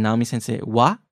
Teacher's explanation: I asked it with an intonation going up as a question.